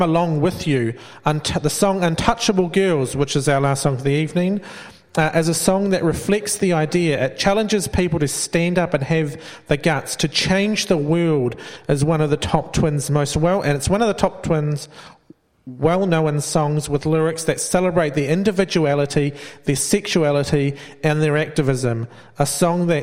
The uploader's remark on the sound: live at Venue 409